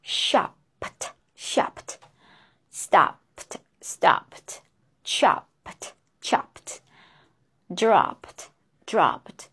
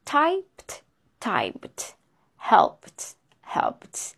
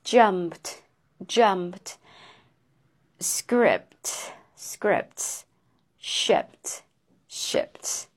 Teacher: if a word ends with P and then for past simple or maybe past participle form of regular verbs, we add ed at the end of the word. In that case, ped together, we pronounce pt, pt.